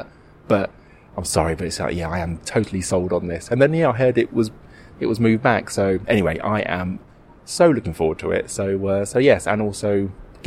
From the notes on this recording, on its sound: Well, they’re outside in the middle of London again